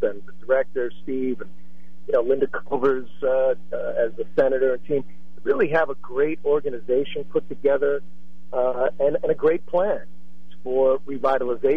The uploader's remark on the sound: During open phones